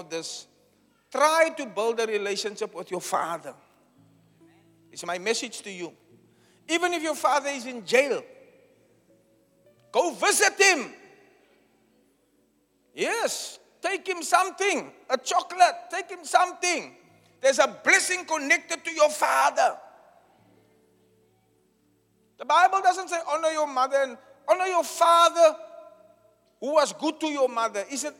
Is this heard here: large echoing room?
yes